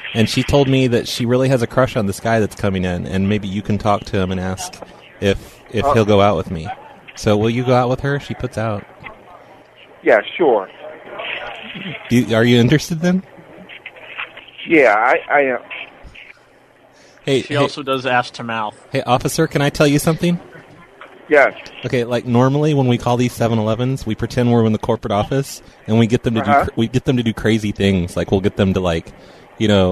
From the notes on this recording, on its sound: Prank Phone Calls